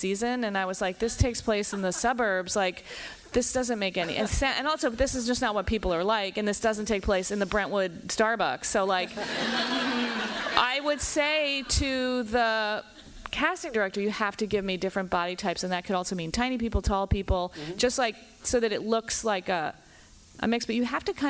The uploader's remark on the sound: Recorded live at the LA Times Festival of Books on April 22, 2018.